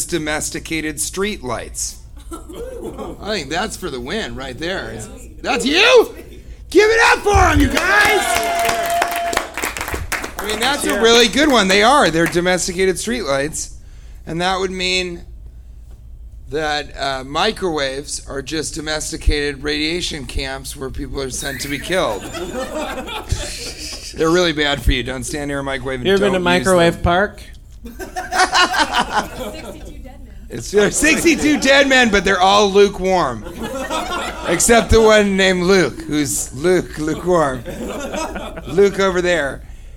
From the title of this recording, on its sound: Live from Oxnard Levity Live